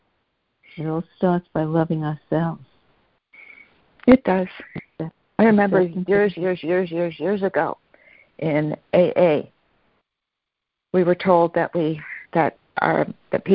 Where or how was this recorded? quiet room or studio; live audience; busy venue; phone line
phone line